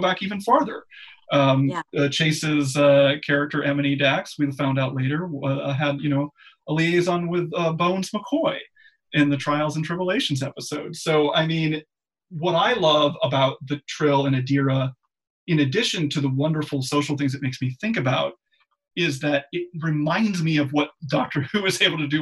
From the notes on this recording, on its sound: Please note this episode was recorded remotely via Zoom and as such the sound quality may not be up to the usual standards of the podcast taped in the studio.